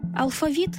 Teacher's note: Наголос у слові «алфавіт» на другому складі основний у нашій мові